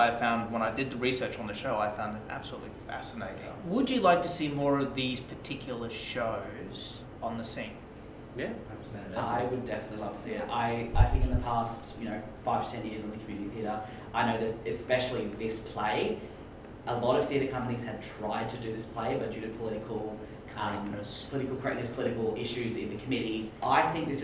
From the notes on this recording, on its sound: Please excuse the sound in this recording, the microphone was playing up.